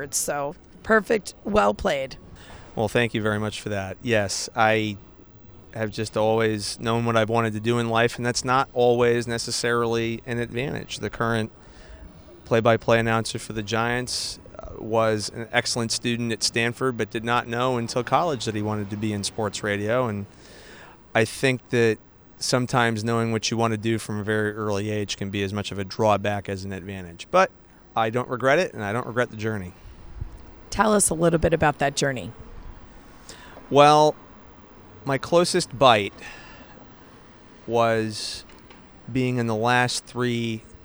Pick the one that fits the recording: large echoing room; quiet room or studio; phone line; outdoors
outdoors